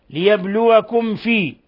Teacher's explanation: ميم ساكنة جاء بعدها الفاء أشد حالات الإظهار الشفوي